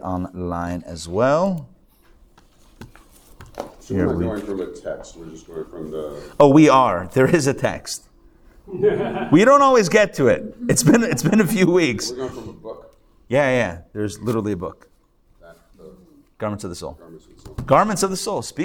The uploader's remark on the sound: Recorded live at The Torah Center ATL on Sunday, August 13, 2023